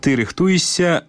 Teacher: Згодна з нормамі беларускай артаэпіі, папярэдні шыпячы мае прыпадабняцца да наступнага свісцячага.